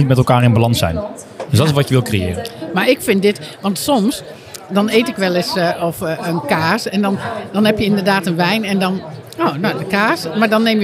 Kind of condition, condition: setting, busy venue